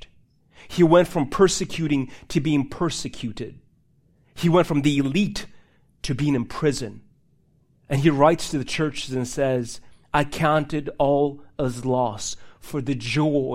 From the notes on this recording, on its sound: These messages are recorded live in churches all around the U.S but primarily at City Hill Church in Bellevue WA.